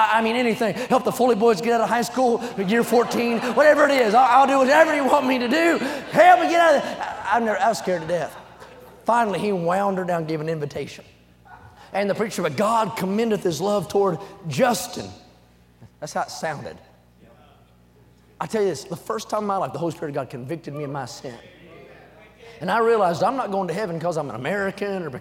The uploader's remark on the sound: during the Sunday Evening service of the 38th Annual National Pastors' & Workers' Conference in Santa Clara, California